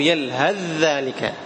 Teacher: أو تتركه يلهذ ذلك، يلهذ، شوف يلهذ ذلك، تدخل مباشرة في الذال. أين ذهبت الثاء؟ أدغمت في الذال إدغاما كاملا